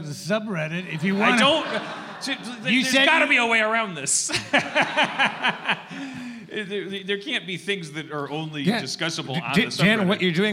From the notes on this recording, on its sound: Our first show at the beautiful Dynasty Typewriter theater kicks off with an audience for the first time in months.